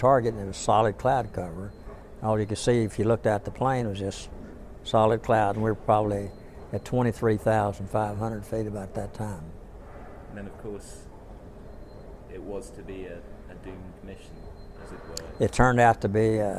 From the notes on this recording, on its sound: recorded by students from Norwich University College of the Arts at the 61st convention of the 2nd Air Division Assn, Dallas, Texas in October 2008.